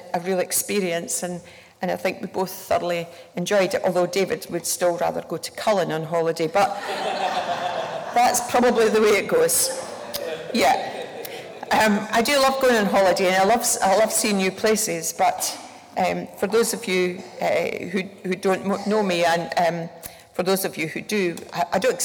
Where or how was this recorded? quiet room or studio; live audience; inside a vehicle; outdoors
live audience